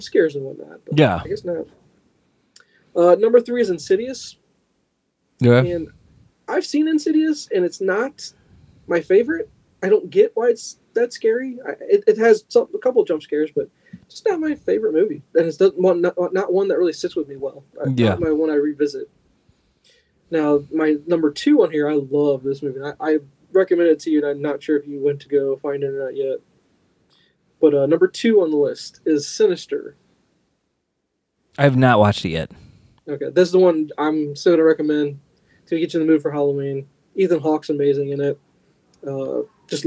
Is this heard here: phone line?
no